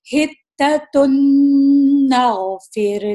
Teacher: ابھی جو میں ہتتن کہہ رہی ہوں وہ تنوین والا نون میں نہیں آواز نکال رہی ہوں، بلکہ جو یہ ناغفر لکم جو ہے اس میں جو نون ہے وہ بالکل وہی آواز ہے. یہ جو تنوین والا نون جو ہے اس کو بالکل بھلا دیا گیا ہے · Term: ادغام